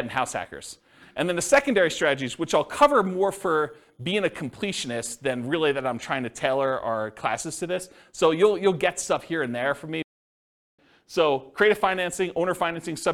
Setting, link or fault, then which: setting, live audience